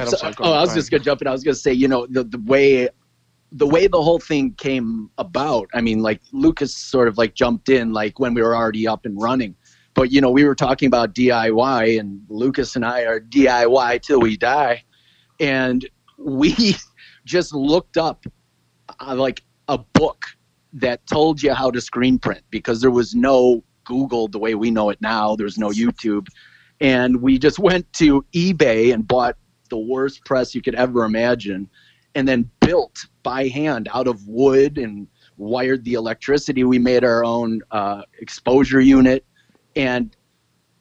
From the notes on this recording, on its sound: This was done using a conference call as we are all quarantined at the time due to the Virus.